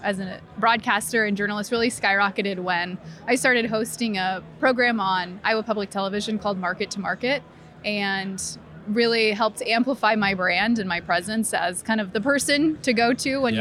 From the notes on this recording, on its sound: joins us from the Rally Innovation Conference